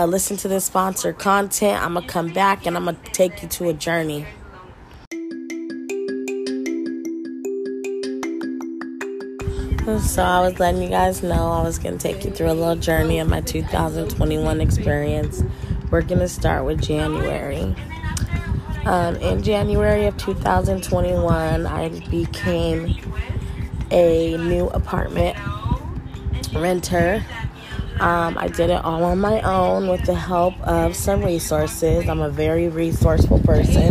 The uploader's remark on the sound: excuse all the background noise